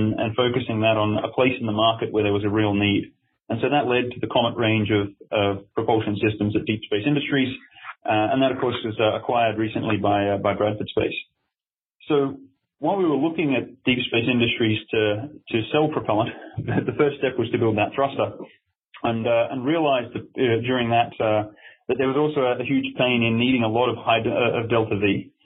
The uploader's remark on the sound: weekly teleconference